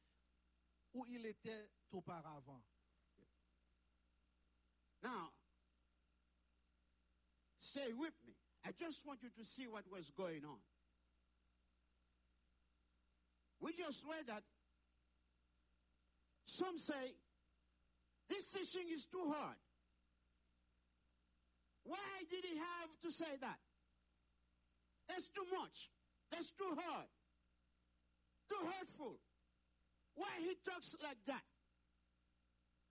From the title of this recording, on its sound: Sunday Service Live